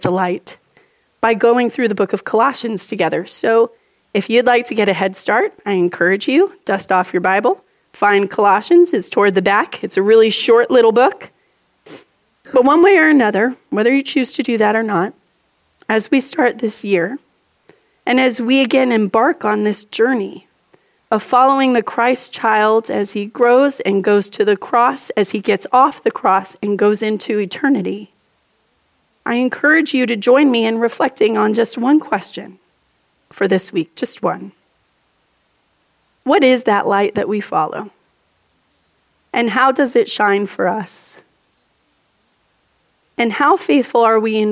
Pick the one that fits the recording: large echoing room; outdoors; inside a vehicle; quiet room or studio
large echoing room